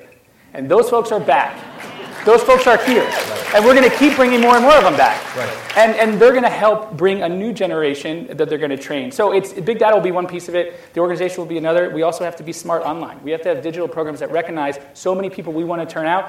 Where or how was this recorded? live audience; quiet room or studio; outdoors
live audience